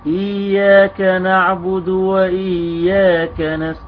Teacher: شدد ياء إياك في الموضعين جيدا كما ينبغي